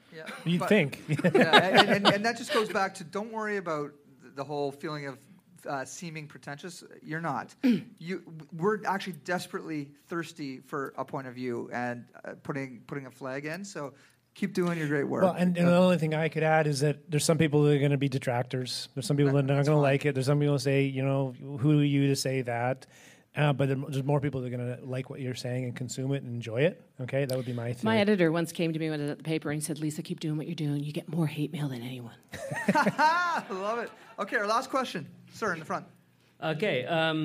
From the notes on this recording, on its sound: As part of our Boiling Point Process live event on December 2018 in Saint John, New Brunswick, we invited four sets of guests to join us on stage for live recordings of The Boiling Point.